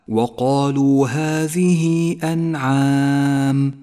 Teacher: في البداية تأمل قوله تعالى: وقالوا هذه أنعام، مد الصلة الكبرى، هاء الضمير وقبلها حرف متحرك وبعدها همزة، لونت إشارة الصلة بالبرتقالي إشارة إلى زمن وموقع المد، وقد اخترنا قصر هذا المد على حركتين تسهيلا على القارئ المبتدئ